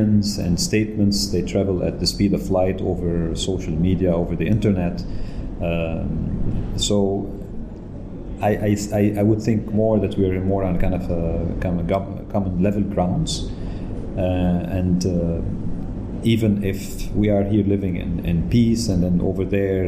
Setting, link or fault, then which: setting, busy venue